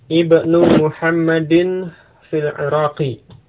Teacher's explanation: di awal kalimat ya, maka hamzah di awal kata ini diucapkan